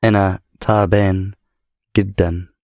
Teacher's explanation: Hang around a bit more on the d of giddan.